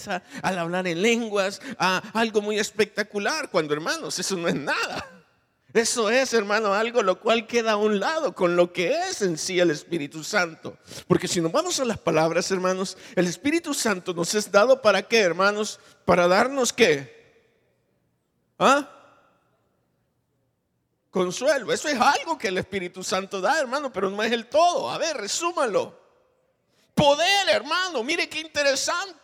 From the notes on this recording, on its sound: Recorded live. Grabado en Iglesia Genezareth.